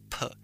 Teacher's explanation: 啪这个音跟 b 是一样的，它都是一个闭唇音，就是你的嘴唇一定要闭起来才能够发音